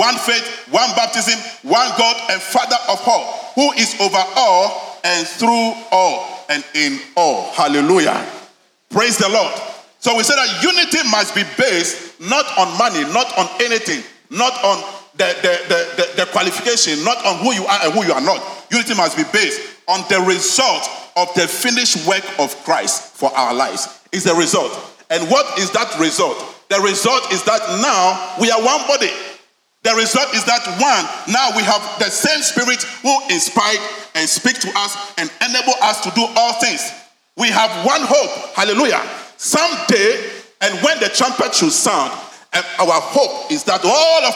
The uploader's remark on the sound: Sermon preached at CBC Shiashie Campus